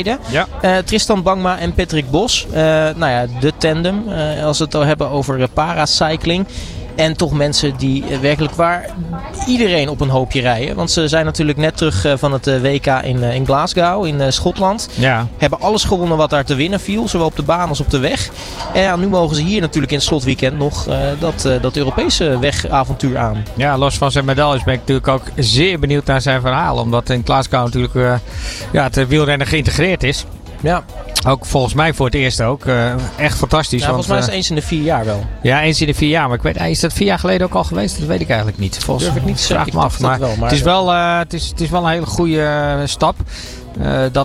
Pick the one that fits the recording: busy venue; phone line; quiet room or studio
busy venue